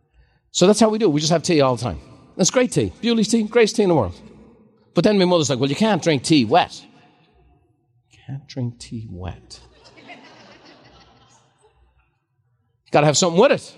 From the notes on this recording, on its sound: A special live recording.